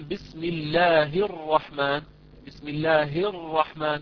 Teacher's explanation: همزة الرحمن هذه ذهبت وليس لها وجود الآن، لأنها في درجة الكلام تسقط. همزة الوصل يعني تسقط عند الوصل وتبقى عندما أبتدئ بها، وهي تصل ما قبلها بما بعدها.